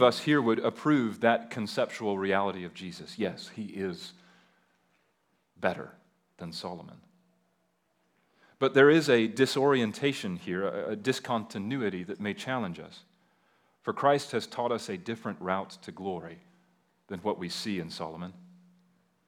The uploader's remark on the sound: at Liberty Baptist Church in Liberty, Missouri.